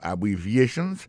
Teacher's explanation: accent tombé sous troisième syllabe là